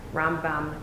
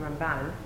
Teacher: Rambam is always the accent on the first syllable, and Ramban, Nachmanides, is always the accent on the second syllable · Term: accents on different syllables